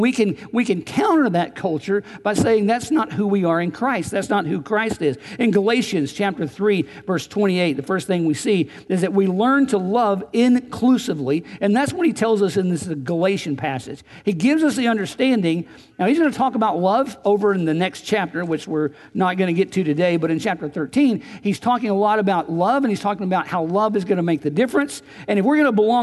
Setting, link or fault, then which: setting, large echoing room